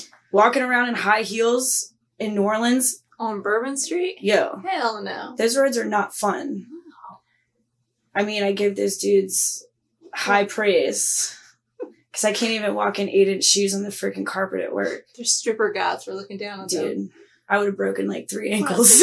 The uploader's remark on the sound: our low budget quality audio